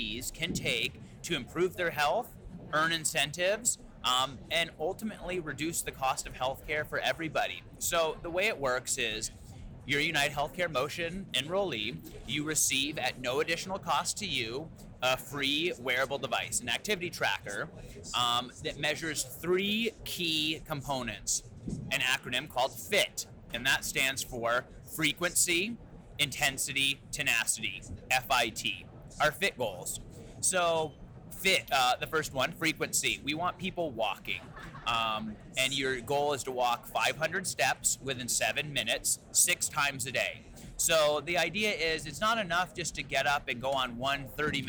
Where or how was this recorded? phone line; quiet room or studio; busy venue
busy venue